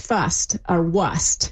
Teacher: we really see the R starting to drop right before S's